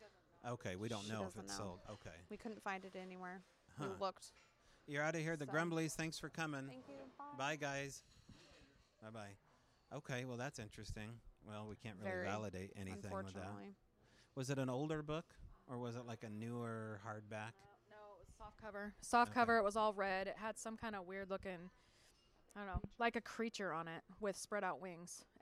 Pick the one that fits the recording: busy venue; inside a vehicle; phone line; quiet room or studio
busy venue